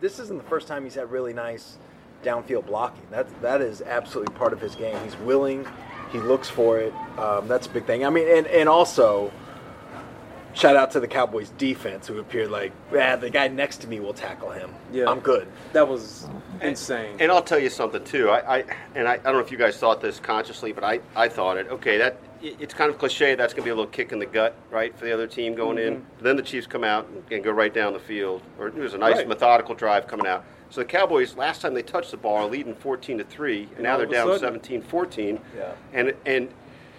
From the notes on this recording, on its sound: live from AT&T Stadium